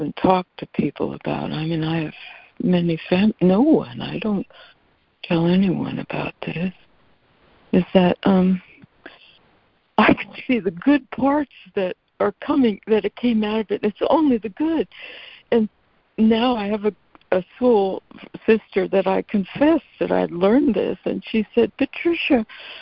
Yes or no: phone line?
yes